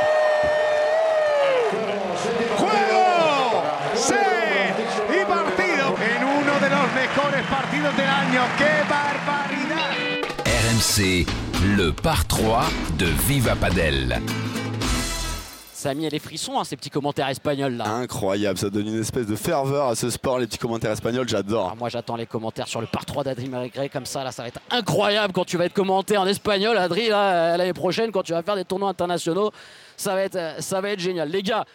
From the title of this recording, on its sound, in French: en direct du Master de Barcelone